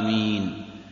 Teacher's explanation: ولا يقال آمين بالهمس هكذا دون مد، لا، يمدها آمين، ولا يقول آمين بتشديد الميم بمعنى قاصدين، لا، إنما آمين بالتخفيف، وهذا معنى الله، معناها حينئذ إذا نطق بها بهذا النطق معناها اللهم استجب.